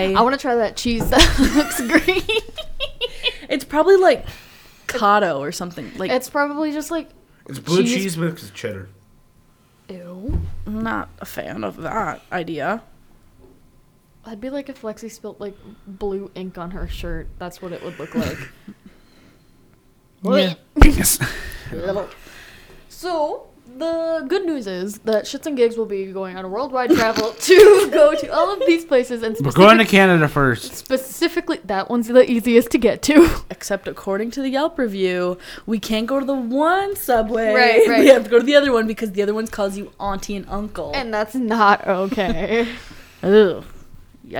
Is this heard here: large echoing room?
no